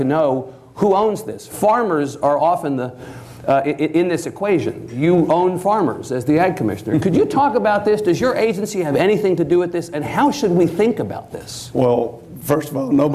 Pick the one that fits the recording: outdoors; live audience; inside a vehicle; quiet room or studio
live audience